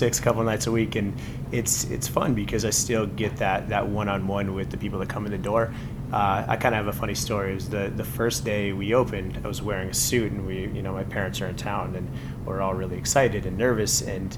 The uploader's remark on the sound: Live from Midnights Brooklyn